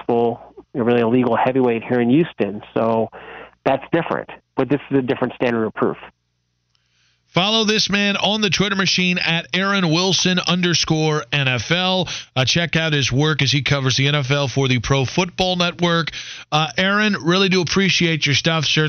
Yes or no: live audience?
no